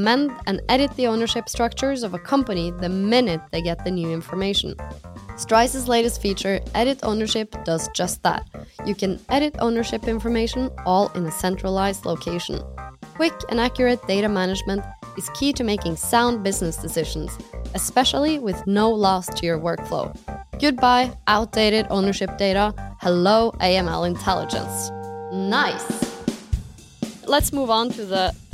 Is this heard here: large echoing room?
no